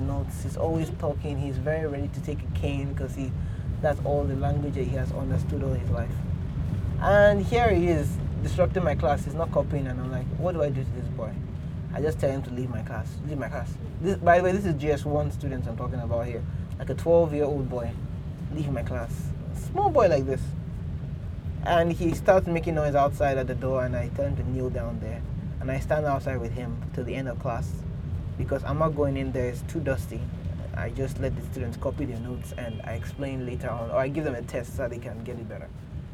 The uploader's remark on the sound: Today, we will be taking a drive to church (literally, I'm recording in the car).